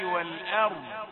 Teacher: وانتبه إلى صوت الضاد الموقوف عليها حتى لا تضيع من الأرض، صوت الضاد لأنها حرف استطالة